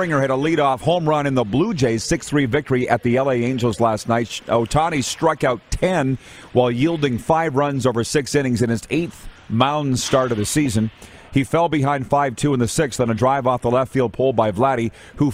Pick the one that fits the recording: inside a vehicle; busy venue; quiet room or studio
busy venue